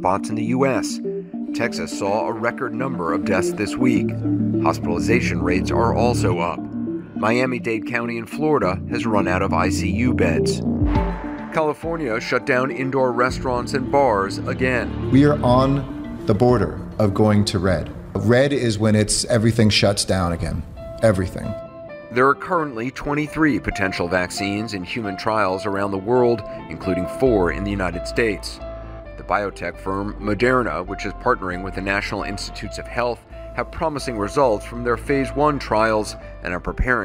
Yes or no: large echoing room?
no